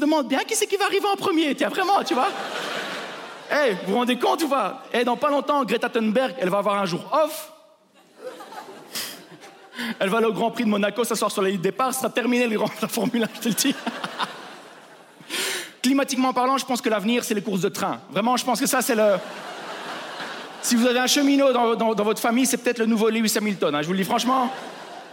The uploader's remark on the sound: Trop de palaces en Suisse (Montreux Comedy Festival 2023).